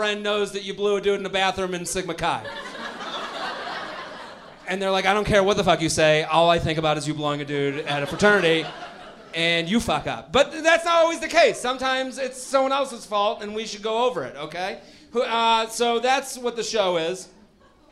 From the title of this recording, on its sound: LIVE From Comedy Works in Denver